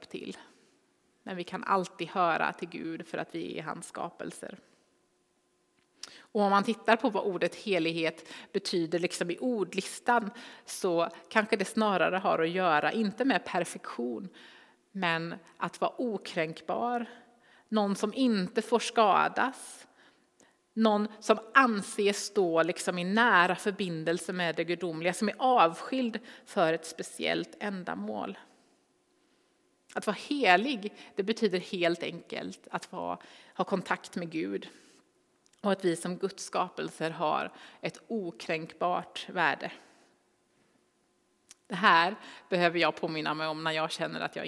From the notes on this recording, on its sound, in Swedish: Inspelning från Immanuelskyrkan Skövde.